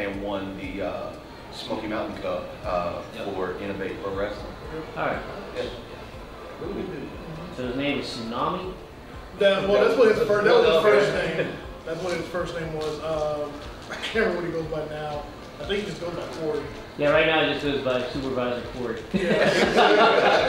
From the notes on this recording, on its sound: a panel we conducted at Metrotham Con 2023